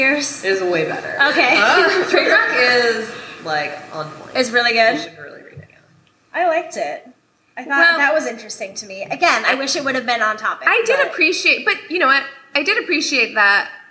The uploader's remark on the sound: LIVE at the Swallow's Flight